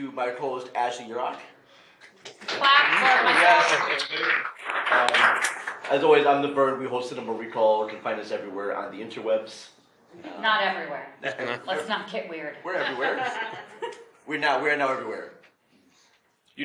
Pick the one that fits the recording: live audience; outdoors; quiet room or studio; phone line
live audience